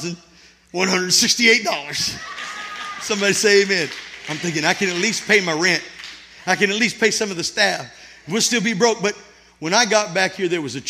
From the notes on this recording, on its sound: This sermon was recorded at Family Worship Center in Florence, SC